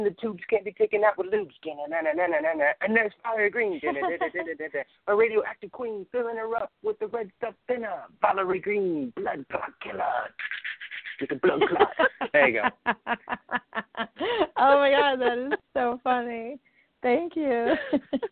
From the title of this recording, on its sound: A Call-In Show